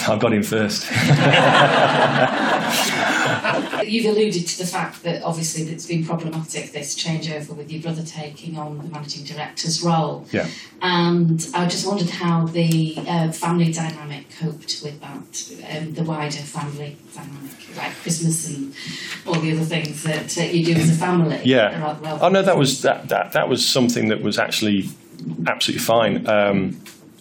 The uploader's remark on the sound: Family Business Network Conference. It was a fantastic conference with great speakers and guests. I was also asked to record a live podcast and this is the result.